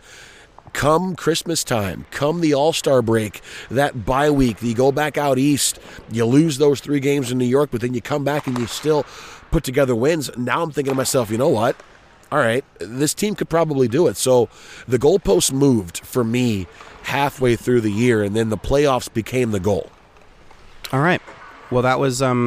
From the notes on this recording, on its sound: from morning skate at American Airlines Center in Dallas